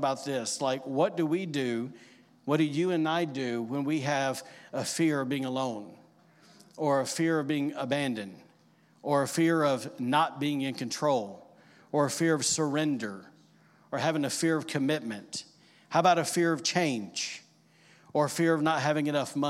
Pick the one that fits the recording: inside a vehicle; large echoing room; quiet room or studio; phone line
large echoing room